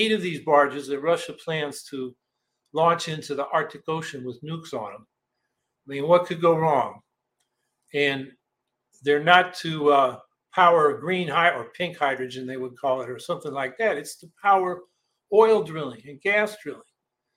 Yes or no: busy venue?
no